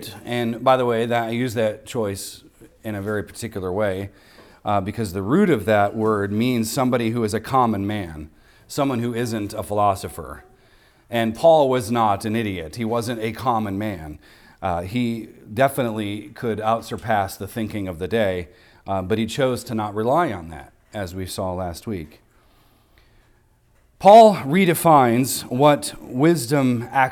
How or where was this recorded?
large echoing room